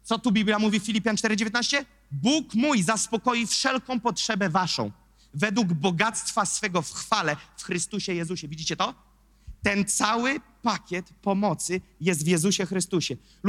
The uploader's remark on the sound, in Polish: Kazanie zostało nagrane podczas niedzielnego nabożeństwa NOF Church 6.